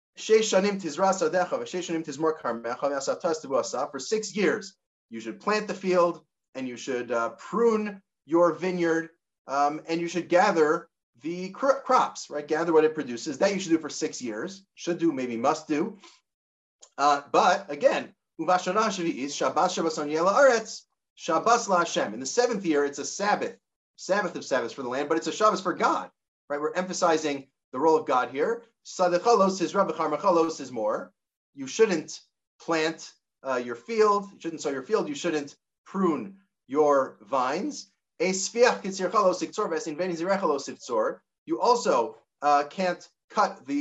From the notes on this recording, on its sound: This audio was originally captured from Zoom on 10/31/2021 as part of Drisha's Fall Zman.